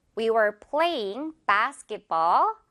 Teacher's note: playing 짧지 않고 playing 길게 약간 애교 부리듯이 ing 끌어주면 돼요.